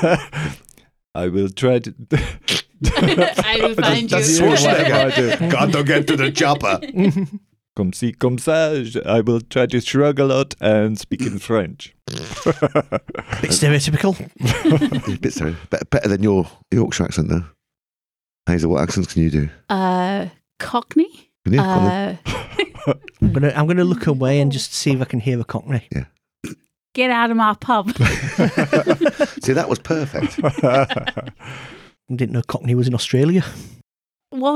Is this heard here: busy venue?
no